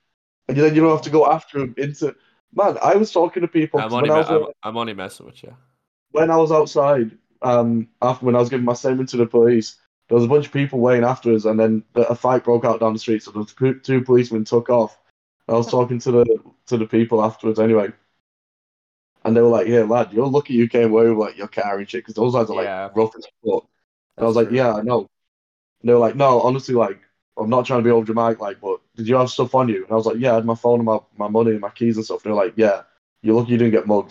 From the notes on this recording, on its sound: we recorded this one remotely